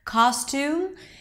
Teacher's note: long oo as in food. Think like there is an extra W there. · IPA: ˈkɑːstuːm